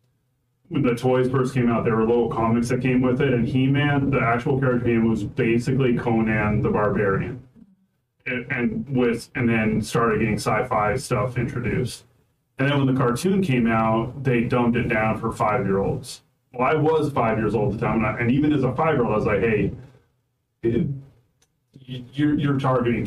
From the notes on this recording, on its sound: The audio in these first few episodes are pretty bad.